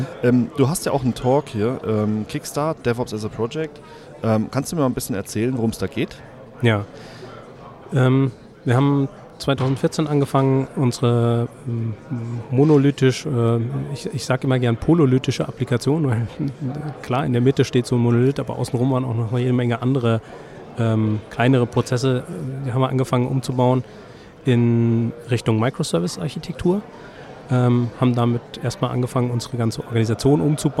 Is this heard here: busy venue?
yes